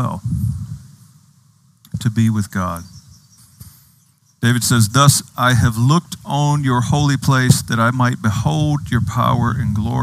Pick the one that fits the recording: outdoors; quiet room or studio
outdoors